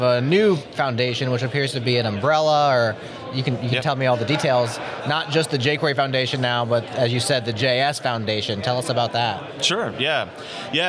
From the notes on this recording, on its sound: In this episode of Spotlight recorded at OSCON London 2016.